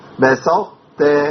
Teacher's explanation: يعني أنا أنتهي بتاء. هو أنا ببدأ بتاء مفخمة وبعدين انتهي بتاء مرققة